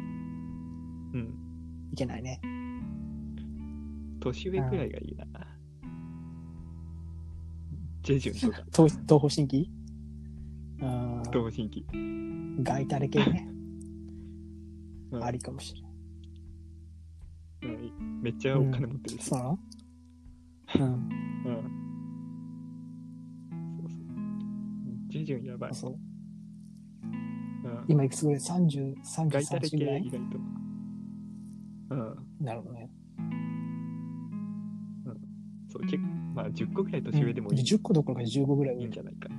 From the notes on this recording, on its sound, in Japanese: 機器の仕様で、録音された2人の会話が実際のものとズレています。そのため、一部相槌などがおかしいところがありますがご了承ください。またノイズが入っていてやや聞きづらくなっています。すみません。